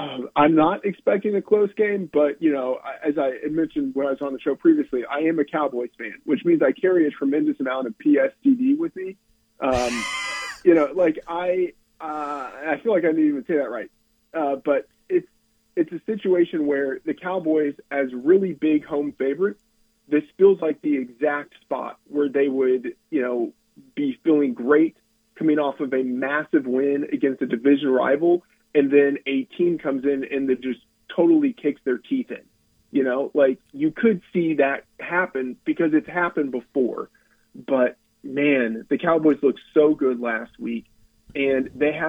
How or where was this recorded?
phone line